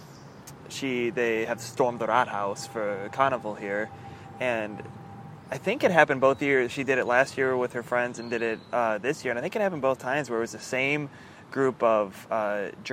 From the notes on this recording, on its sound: We met up a few weeks ago in park outside of the K21 art museum in Düsseldorf.